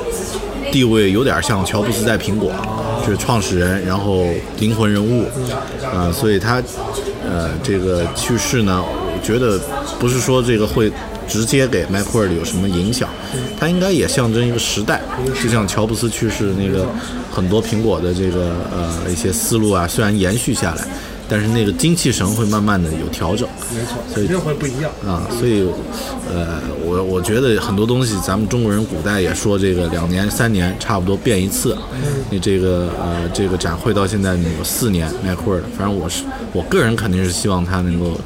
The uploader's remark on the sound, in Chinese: 现场·MacworldAsia2014。一年一度的Macworld iWorld Asia大会已经举行了第四届啦。在大会现场制作了一期关于Macworld大会的节目。We got a new Macworld Asia Expo in Beijing in August, the 4th one.